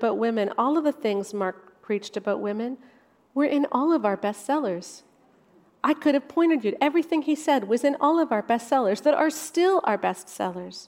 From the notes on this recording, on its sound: featuring a talk from our recent Restore Conference